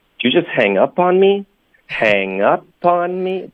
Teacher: me 不是重音，hang up 才是重音